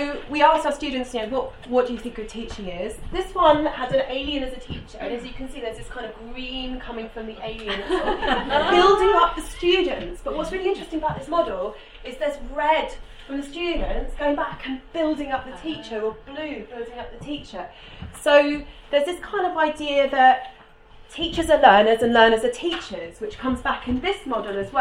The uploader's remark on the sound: SRHE Postgraduate Issues Network Event